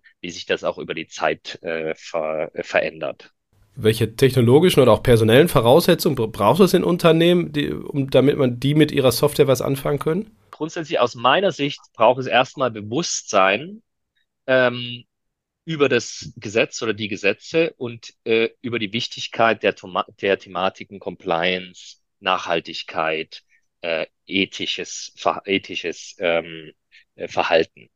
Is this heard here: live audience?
no